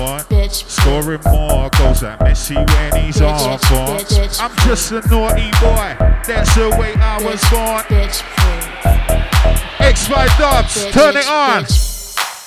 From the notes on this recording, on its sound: live recording, Music Box 4th Oct (last set of the night)